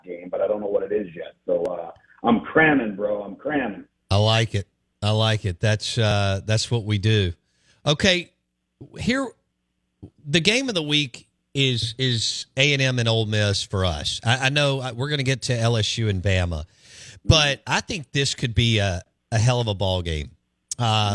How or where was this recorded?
phone line